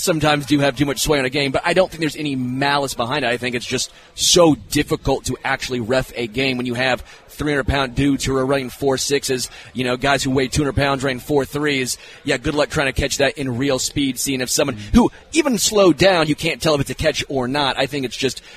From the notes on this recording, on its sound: LIVE from Hollywood Casino!